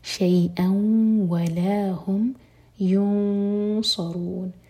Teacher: حمزہ کی تنوین کے بعد واو تو ادغام غنہ کے ساتھ